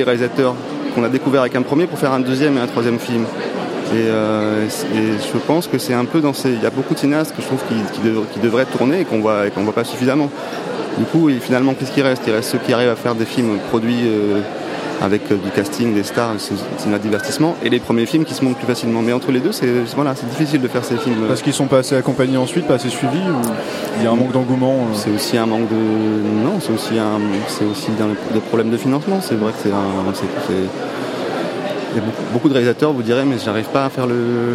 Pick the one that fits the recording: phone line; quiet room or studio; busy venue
busy venue